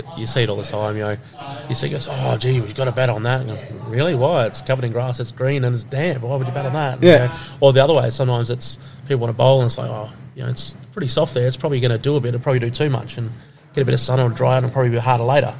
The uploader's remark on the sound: Live from Mandurah CC. Recorded LIVE (listen for the typical vibe from cricket clubs across the land on a Thursday selection night), we venture to downtown Mandurah.